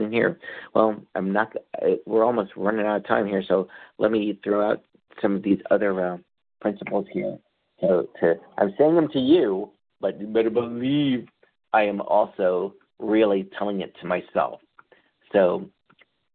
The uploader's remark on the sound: qualification from the 100 Pounders Phone Meeting